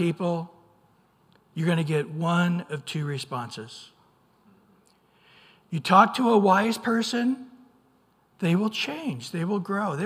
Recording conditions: large echoing room